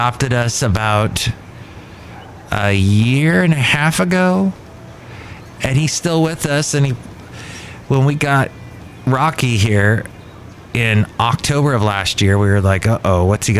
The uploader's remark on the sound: podcasts live from Cafe Anyway